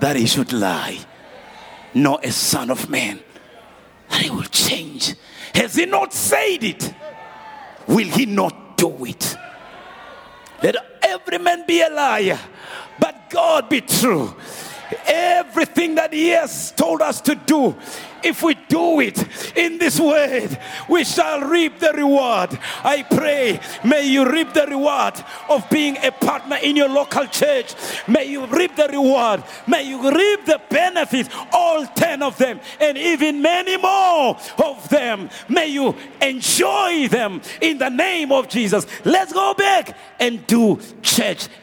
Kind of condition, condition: setting, live audience